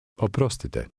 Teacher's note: Did you hear the rolling R sound in this word?